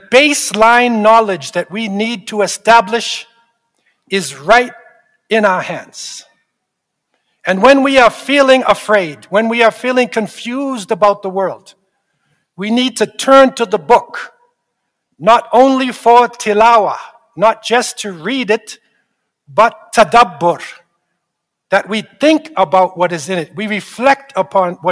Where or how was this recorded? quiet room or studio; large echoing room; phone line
large echoing room